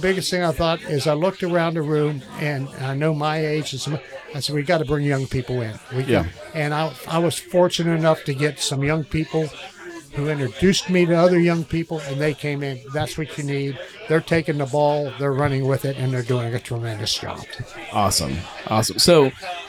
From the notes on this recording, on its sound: Live at Darkness Brewing. This year we brewed the beer down at Darkness in Bellevue, KY. It was a ton of fun, even if the recorded sound is a little rougher than you're used to. I'll nail the whole live event thing one of these days!